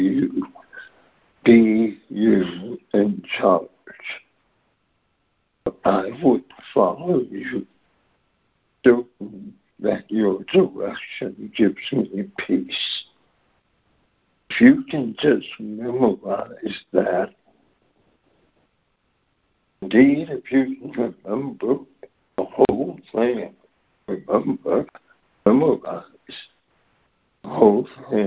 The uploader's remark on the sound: ACIM Daily Conference Call.